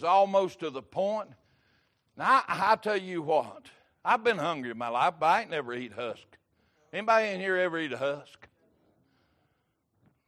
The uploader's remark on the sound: Recorded October 16, 2022 - Sunday Morning Servcie